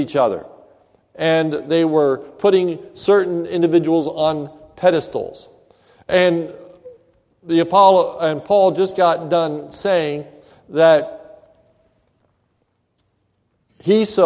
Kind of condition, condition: setting, large echoing room